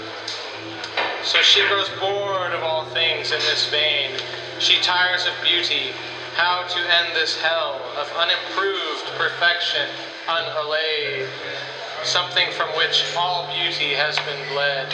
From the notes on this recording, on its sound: at Sam's Billiards in Portland, Oregon, USA